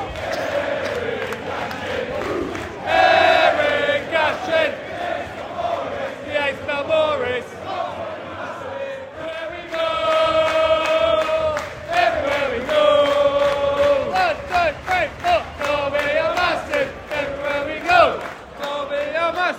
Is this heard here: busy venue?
yes